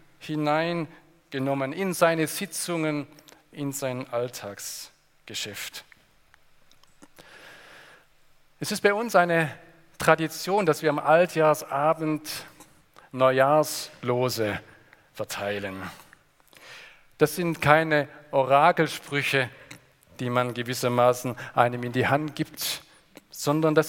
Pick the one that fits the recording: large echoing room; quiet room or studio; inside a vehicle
large echoing room